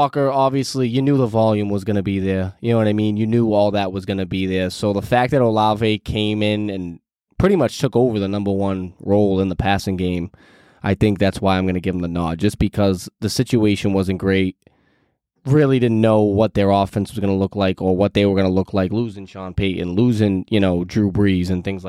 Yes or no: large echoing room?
no